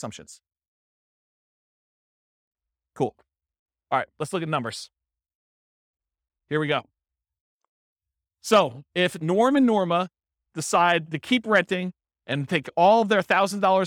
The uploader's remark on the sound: This was a live class recorded.